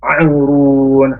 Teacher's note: huruf ain tetap di tenggorokan yang tengah